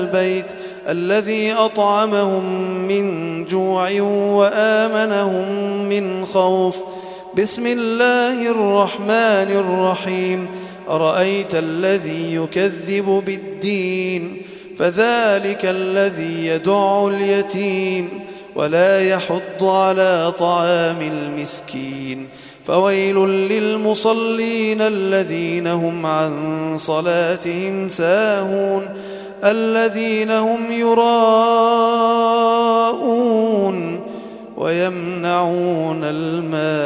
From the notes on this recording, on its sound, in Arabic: تم تسجيل التلاوة من صلاة التهجد بمسجد الفاروق عمر بمدينة العبور